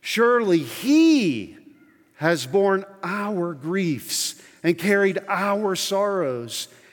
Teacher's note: I'll emphasize the he and the our.